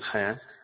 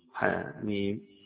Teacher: حاء تمد مدا طبيعيا حاء، والميم تمد مدا طويلا · Term: مد طويل